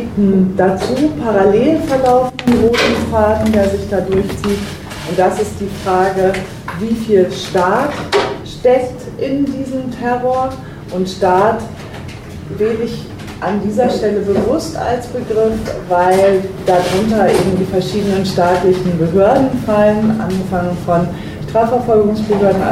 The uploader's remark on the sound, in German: Aufnahme von einer Berliner Veranstaltung im Baiz